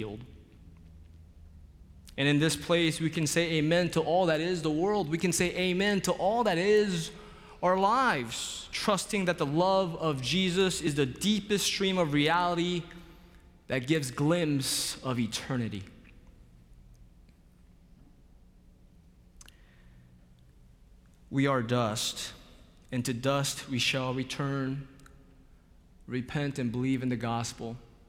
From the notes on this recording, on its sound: Ash Wednesday Worship at Myers Park. Live from Myers Park United Methodist Church in Charlotte, North Carolina.